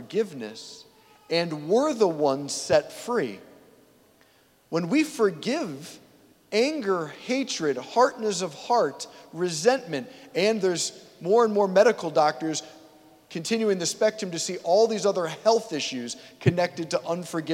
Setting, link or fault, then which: setting, large echoing room